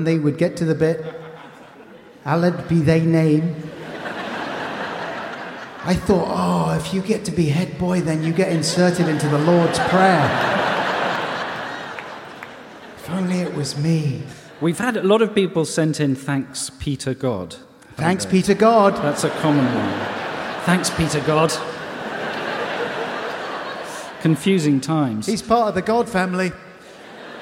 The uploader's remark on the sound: Recorded in front of a live audience at The Royal Festival Hall on London's South Bank on 12th December 2023.